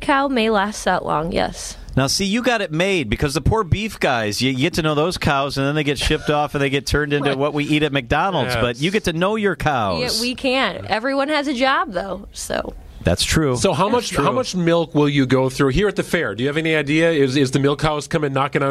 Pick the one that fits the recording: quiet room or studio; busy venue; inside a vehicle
busy venue